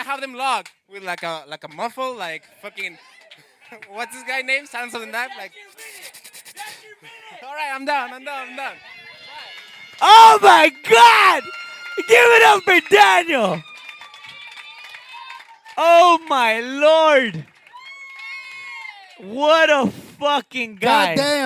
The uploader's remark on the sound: A wild ass crowd. The boys do current events with the crowd, we take suggestion topics from the crowd, an audience member gets stage time, we had a "stage dive" at a point.